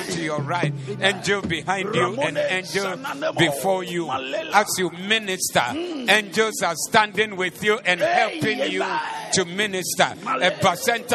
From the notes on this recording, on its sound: Preached at the Zeloo Service